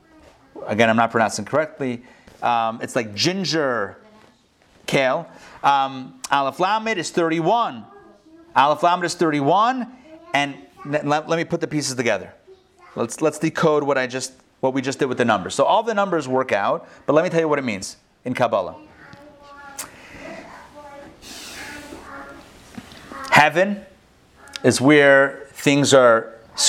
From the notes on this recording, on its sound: Recorded live in Atlanta on August 17, 2020